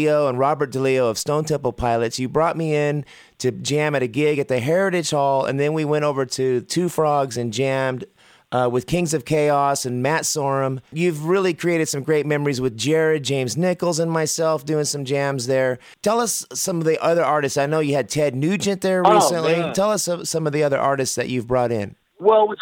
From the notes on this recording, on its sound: picks up the phone and calls his good friend